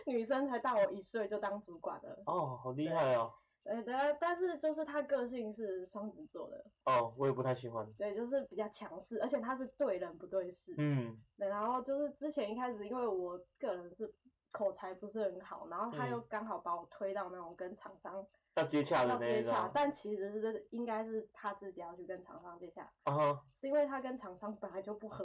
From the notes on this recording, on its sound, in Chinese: 跟第一集的收音差很多